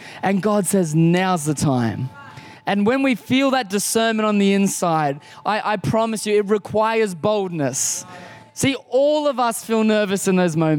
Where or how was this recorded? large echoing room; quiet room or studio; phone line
large echoing room